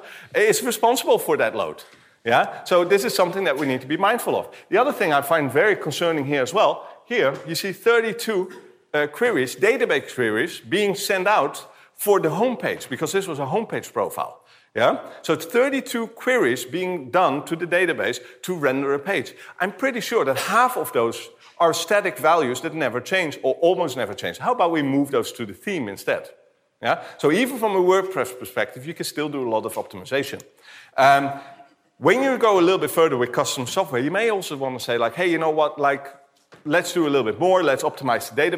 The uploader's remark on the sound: talk from September’s BrightonSEO conference